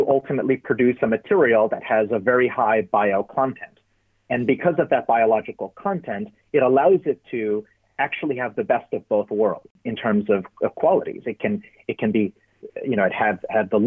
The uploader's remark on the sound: Sound quality: Studio and telephone